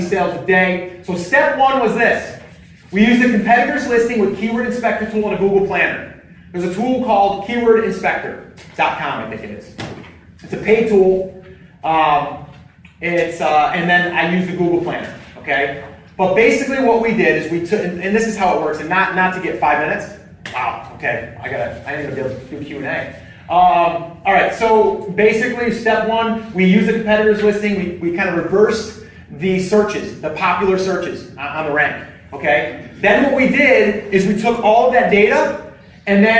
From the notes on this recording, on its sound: Live at Seller's Summit. It’s a recording of a live event.